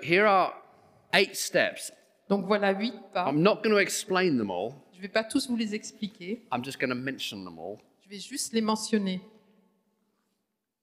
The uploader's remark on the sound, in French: Enregistré à l'église CVV